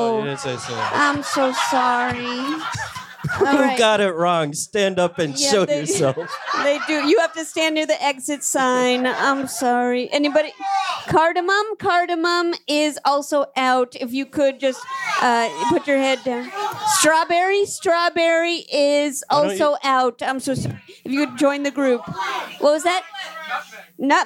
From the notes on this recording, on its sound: LIVE from the 2020 Brooklyn Podcast Festival. At Union Hall in Brooklyn, NY.